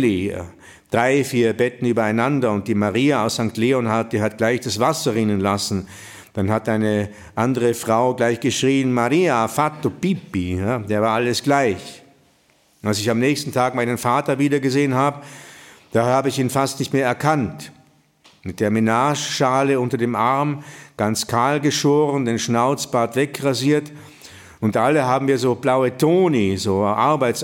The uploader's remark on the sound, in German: Sie hören den Mitschnitt eines Themenabends von Anfang September in der Villa Schindler in Telfs.